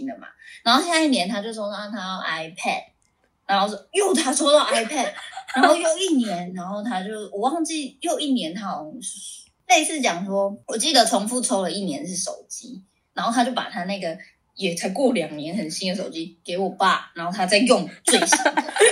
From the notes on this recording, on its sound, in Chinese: 本集由於過年期間錄製，外來聲音影響重疊，加上第一次嘉賓來訪，聲音錄製的品質稍有影響，請各位聽眾見諒。